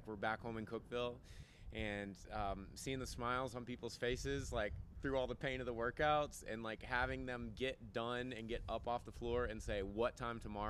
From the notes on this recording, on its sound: Live from the CrossFit Games. We are LIVE in Madison, WI at the 2023 NoBull CrossFit Games and sit down in the Mayhem Lounge.